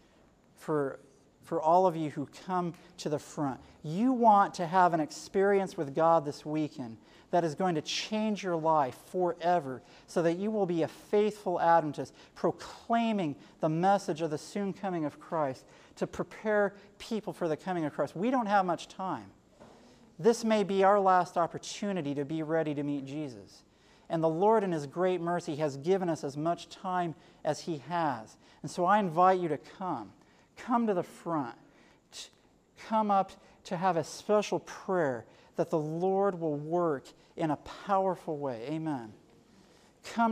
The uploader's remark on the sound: Sermon given at Generation For Christ 2010 Conference at Camp Balandra in Balandra, Trinidad on July 30, 2010